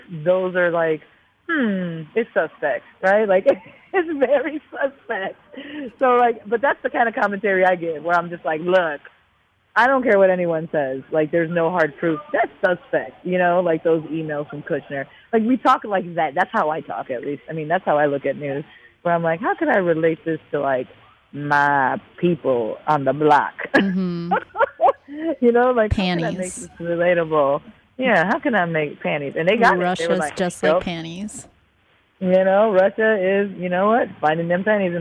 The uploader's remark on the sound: phoned